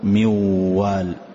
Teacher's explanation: أحذف النون تماما وأنطق الواو فقل موال لكن أضع غنة. وإذا عرفت، وإذا أردت أن تعرف هل الحرف خرج من الغنة أم لا، فأغلق الأنف، فإن استطعت أن تنطق الحرف مع إغلاق الأنف معناه ما نطقت بالغنة، وإن أغلقت الأنف ونطقت وقلت موال ولا استطاع الحرف أن يخرج فأعلم أن الحرف صحيح.